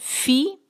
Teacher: فی باریک ہوتا نا سانس کی آواز ساتھ شامل کریں کلیئر کریں فی.